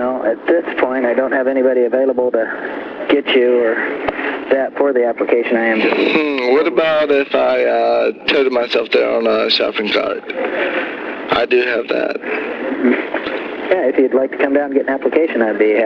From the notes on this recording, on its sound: RBCP's Personal Prank Phone Calls Collection